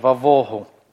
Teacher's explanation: Мы видим, что бет в данном случае читается по щелевому варианту, потому что в ней не стоит точечки, слава дагеша, вавогу.